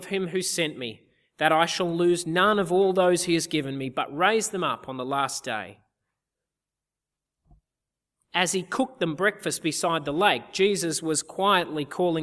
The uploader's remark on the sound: Easter Sunday 2014 - Audio. At the CIG Easter Sunday service in 2014.